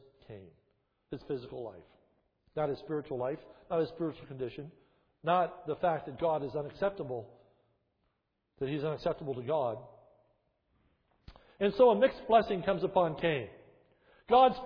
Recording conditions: large echoing room